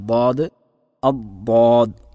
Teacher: ദാദ് എന്നുള്ളത് നാവിൻ്റെ ഇരുവശങ്ങളിൽ നിന്നും ഉച്ചരിക്കേണ്ടതാണ്. അതിൽ ഇടതുഭാഗത്തുനിന്നാണ് കൂടുതലും ഉച്ചരിക്കാറുള്ളത്.